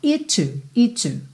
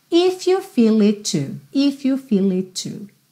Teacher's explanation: eu tenho it que termina em T, to que começa em T, eu vou ter um T só